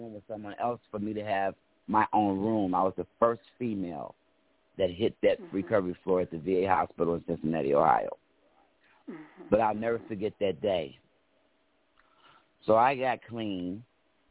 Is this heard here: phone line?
yes